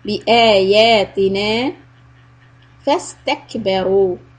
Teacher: Kaf sukun, do a little hams, let the air flow.